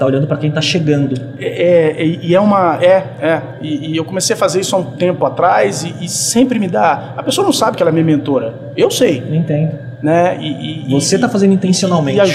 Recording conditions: busy venue